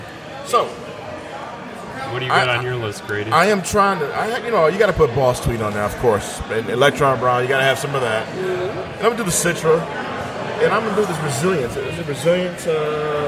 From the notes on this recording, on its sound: Live at Old Nation